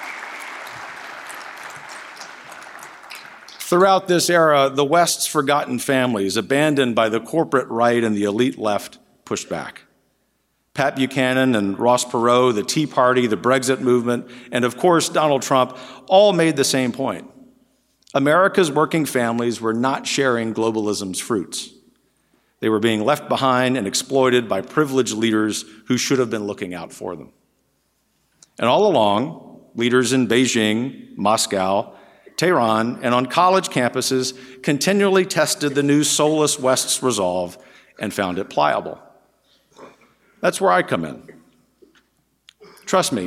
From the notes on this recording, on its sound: In his remarks to the third National Conservatism Conference.